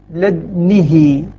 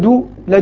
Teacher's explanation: الشعبة يقرأ بإسكان الدال وكسر النون والهاء، فيقول من لد، لاحظ عند سكون الدال مع الإشمام، لدنه هكذا، سكن الدال مشمتا مع كسر النون والهاء · Shown in: first take